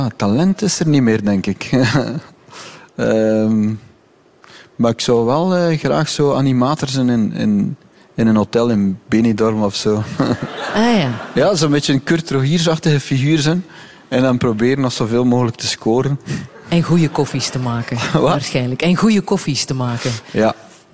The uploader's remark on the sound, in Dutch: live vanuit 30 CC in Leuven